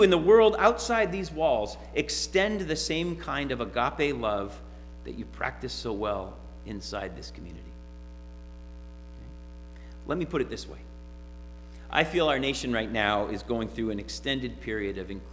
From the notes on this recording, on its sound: Sermon preached at RCHP on January 30, 2022.